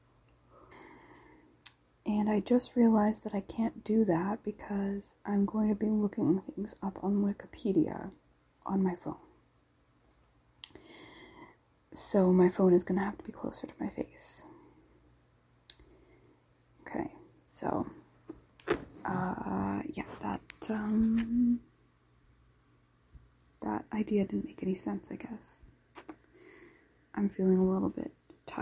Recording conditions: sounds in the background